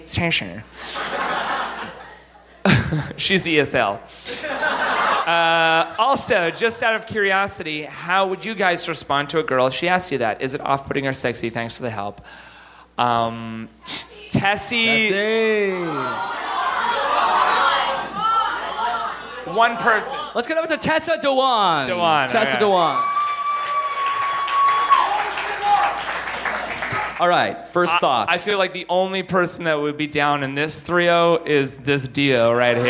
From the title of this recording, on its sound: Live from Montreal!